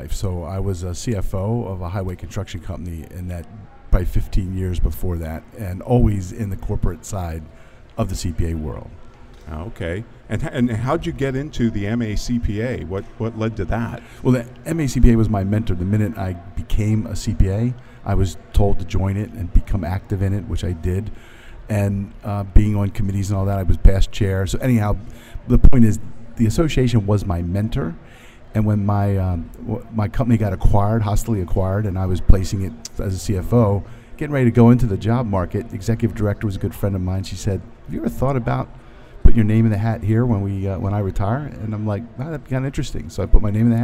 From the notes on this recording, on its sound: Live from #SageSummit. BROADCAST LIVE FROM THE SAGE SUMMIT 2015 IN NEW ORLEANS, LOUISIANA.